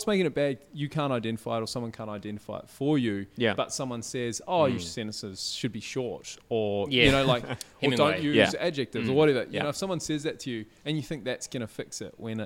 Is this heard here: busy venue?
yes